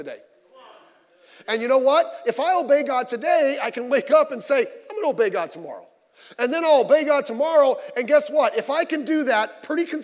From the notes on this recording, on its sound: Sunday Morning Service